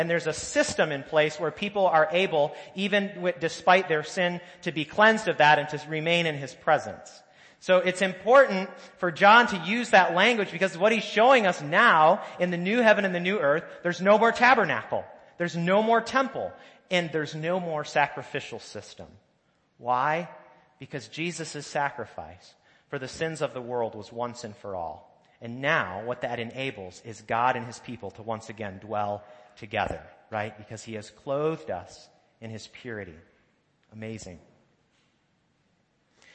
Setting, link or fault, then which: setting, large echoing room